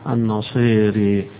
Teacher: وقراءة الدوري عن الكسائي بإمالتين، إمالة الألف وإمالة الياء